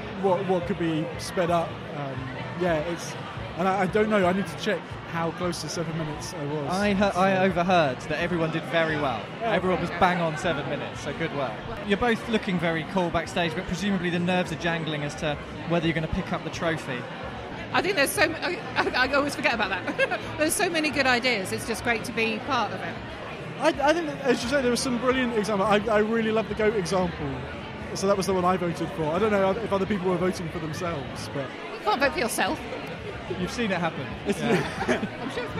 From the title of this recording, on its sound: Live from IWITOT 2022